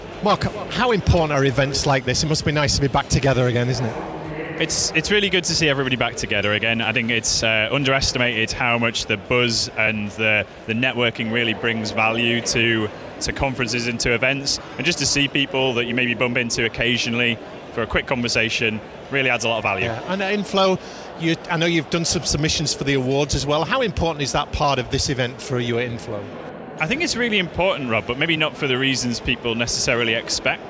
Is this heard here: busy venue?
yes